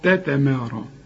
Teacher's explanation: الراء مفخمة مع المد بتاعها